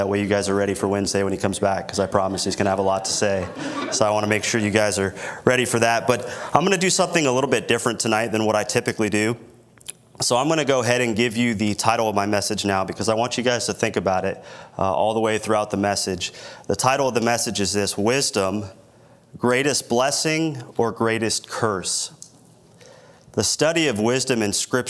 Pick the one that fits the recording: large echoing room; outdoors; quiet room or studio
large echoing room